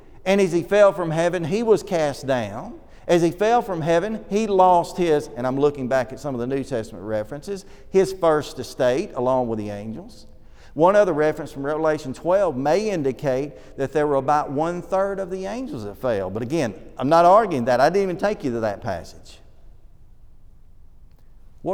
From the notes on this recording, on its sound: This lesson was delivered at the Oneonta church of Christ during their summer series.